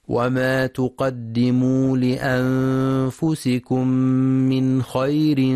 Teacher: ينتبه القارئ للإظهار الحلقي للنون الساكنة بعدها الخاء في من خير، فلا يقرأ من خير بالإخفاء.